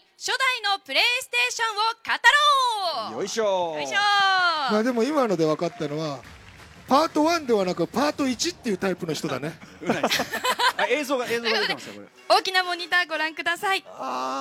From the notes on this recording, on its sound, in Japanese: 今回はTBSラジオが総力を結集してお届けする1年に1度のお祭り「ラジフェス」で行われた番組の公開収録の模様をお送りしました。